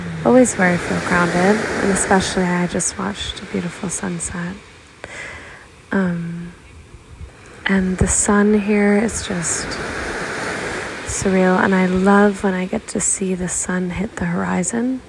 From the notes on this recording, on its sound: Life chat by the ocean. Hopefully the calming noise of the ocean brings you peace.